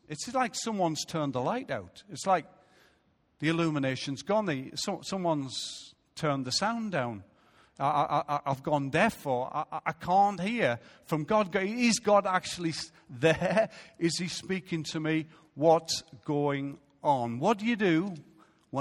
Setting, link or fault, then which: setting, large echoing room